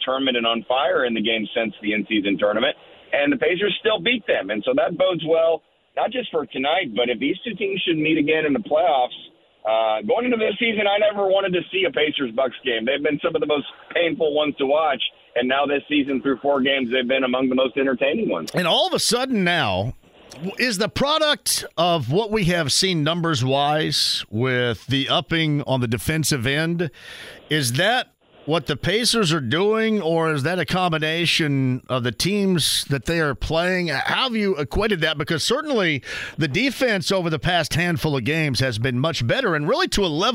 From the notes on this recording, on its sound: closes out the first hour with a phone call!